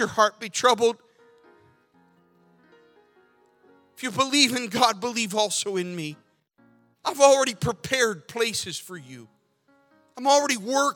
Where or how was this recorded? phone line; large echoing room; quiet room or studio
large echoing room